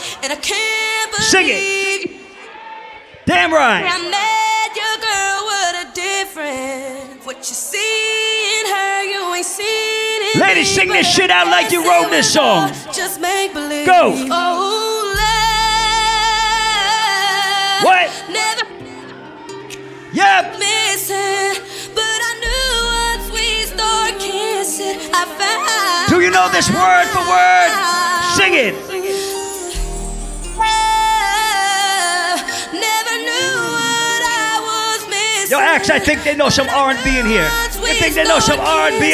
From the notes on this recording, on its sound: Live audio recording of my set at Margarita Fridays in the Bronx